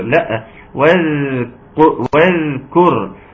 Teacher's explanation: بجر الصوت في الذال واذكر، خوفا من ان ايه ان الصوت ينقطع فيها ويبقى فيها شده، واقول واذكر واذكر، لا واذكر.